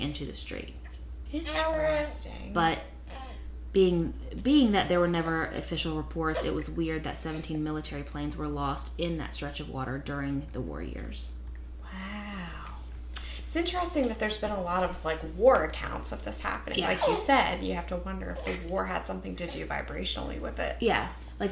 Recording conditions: sounds in the background